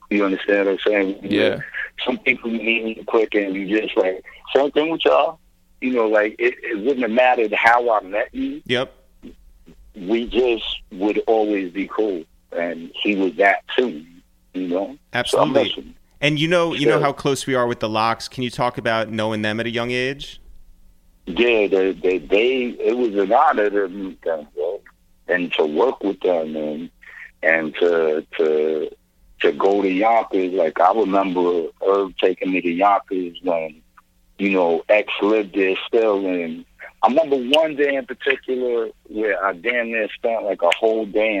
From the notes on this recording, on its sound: we make calls from our Upper West Side apartment